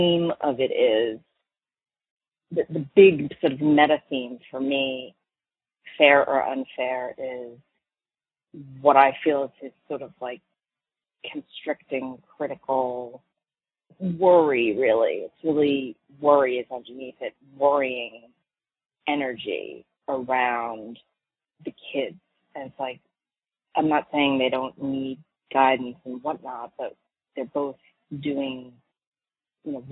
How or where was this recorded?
phone line